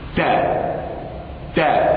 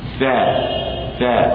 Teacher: طرف اللسان مع التاء في الداخل والثاء في الخارج هذا قرب مخرج أما قرب الصفات فإن التاء مهموسة يجري معها · Term: قرب المخرج